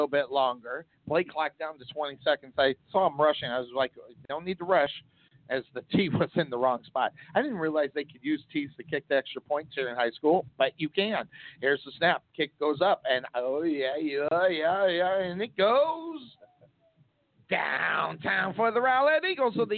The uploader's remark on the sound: Rowlett Eagles vs. Sachse Mustangs Live Play-by-Play Tx. H.S. Football